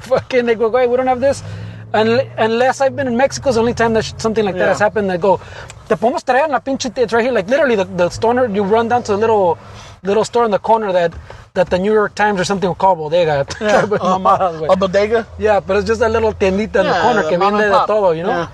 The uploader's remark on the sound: We are back outside in a parking lot playing catch up with this week's episode. Special noisy edition.